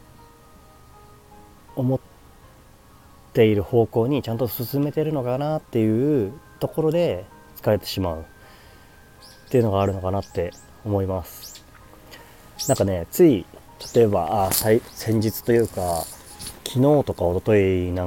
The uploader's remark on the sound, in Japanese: 屋外収録 #公園